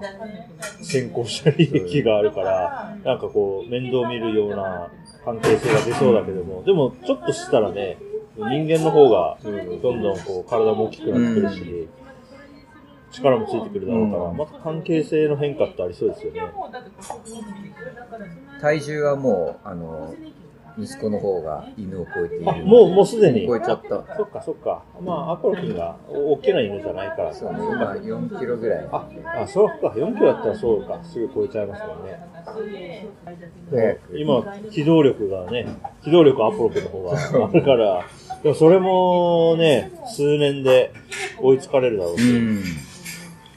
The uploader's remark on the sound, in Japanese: 飲食店でのおしゃべりをスマートフォンで録音しているので、音質にはあまり期待しないでください